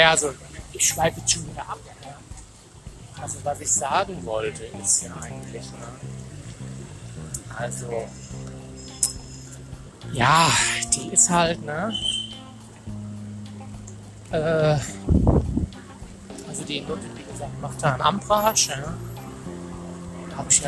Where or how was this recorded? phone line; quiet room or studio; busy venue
busy venue